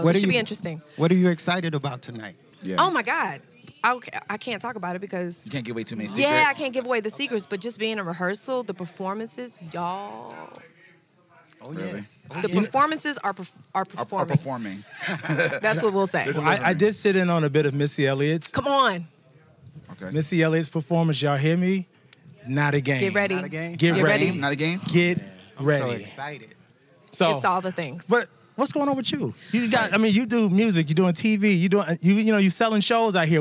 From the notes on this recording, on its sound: live backstage at the 8th Annual Black Music Honors!